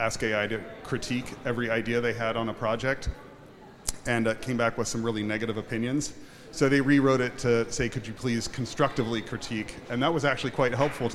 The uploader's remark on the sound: Speaking live from Milan Design Week 2023